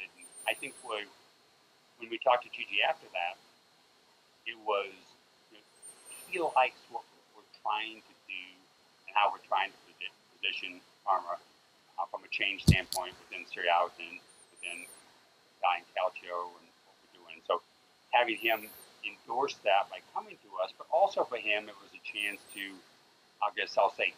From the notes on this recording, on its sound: Apologies for the sound quality issue, there was mistakes made in the recording of the interview, so it's advised that you turn the volume up for this one!